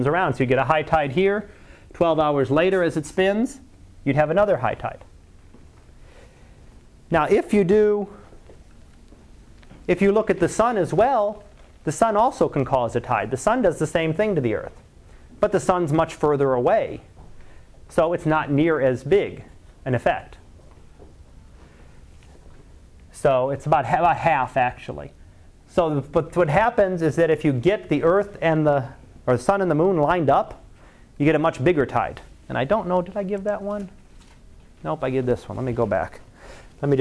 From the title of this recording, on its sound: Live Class Lecture